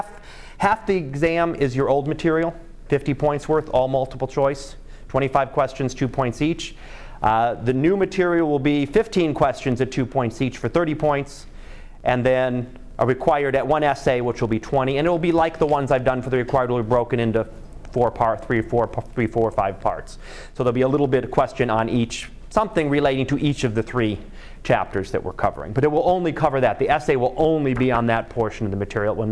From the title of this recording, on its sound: Live Class Lecture